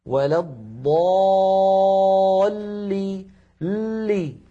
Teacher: اللام أيضا في كلمة ولا الضالين مشددة تتألف من لامين، اللام الأولى بين الرخوة والشديدة زمنها يحتاج إلى جريان ضئيل مساو للحم، ولا الضالي لي، لامان هذه اللام الأولى، لي هذه اللام الثانية.